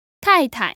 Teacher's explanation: This is two fourth tones, but again, sometimes the second character becomes a neutral tone.